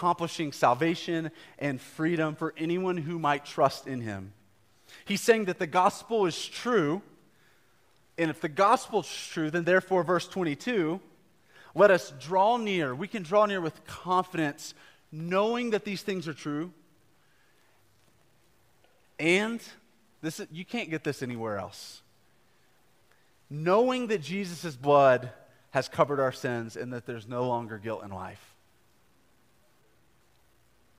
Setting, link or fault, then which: setting, large echoing room